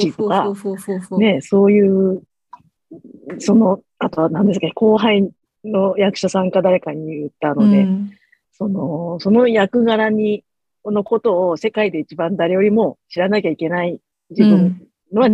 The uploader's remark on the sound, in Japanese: Zoom座談会で語りました！